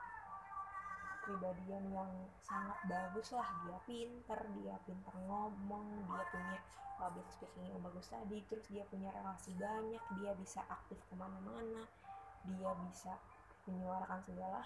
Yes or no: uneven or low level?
yes